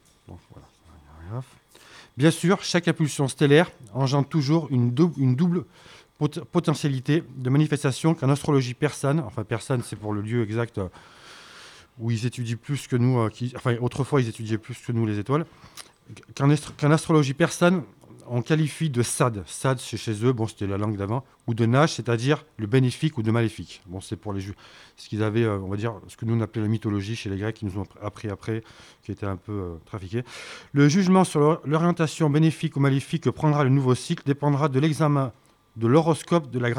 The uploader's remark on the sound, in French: En public au café La Clef.